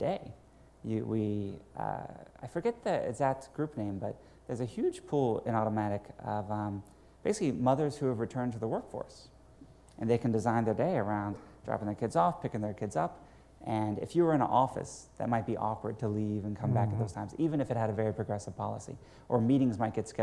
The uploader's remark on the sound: Recorded at the CB Insights A-ha Conference